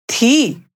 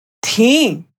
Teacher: Thi, which means was, doesn't have any nasal sound. Listen again. Thi. Whereas thi, which means were, has a nasal sound.